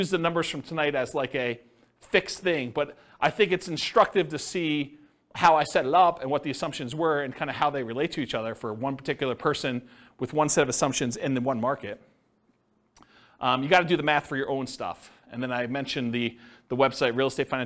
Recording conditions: live audience